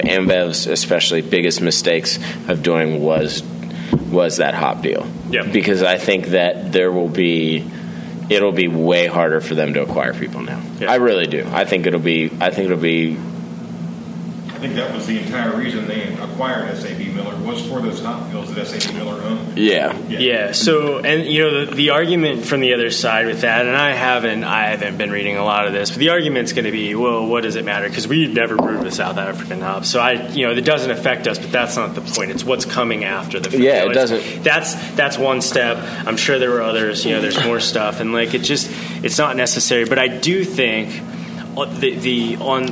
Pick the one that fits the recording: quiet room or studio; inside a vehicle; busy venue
busy venue